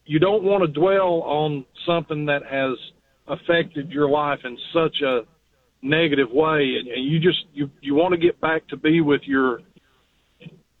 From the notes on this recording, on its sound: taking your phone calls